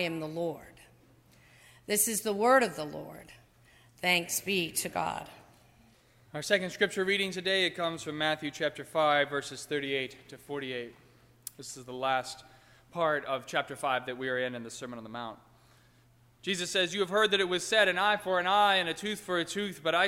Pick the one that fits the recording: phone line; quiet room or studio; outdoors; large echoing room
large echoing room